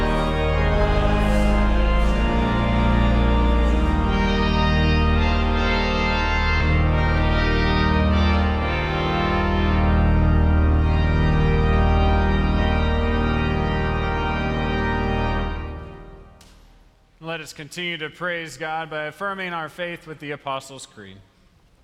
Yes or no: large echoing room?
yes